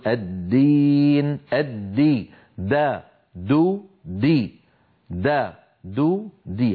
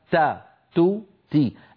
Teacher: المخرج واحد ولكن الخلف بينهما في صفة الجهر، فالدال مجهورة والتاء مهموسة